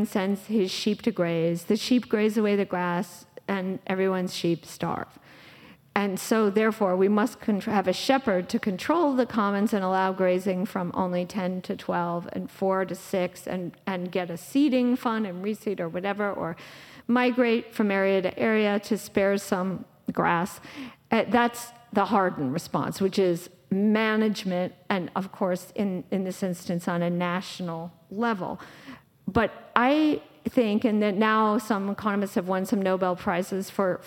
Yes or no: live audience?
yes